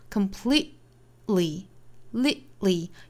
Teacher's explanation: 音的发法相较来说更简单一些，就是把中间的这个 t 的发音给憋掉， completely li 相当于在喉咙的位置去憋一下这个音